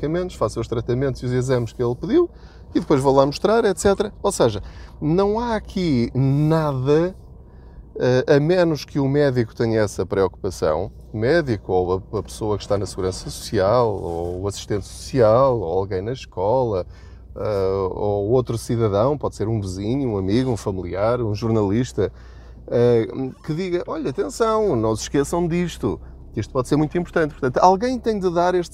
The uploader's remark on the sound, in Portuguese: Não ligue aos barulhos da viagem.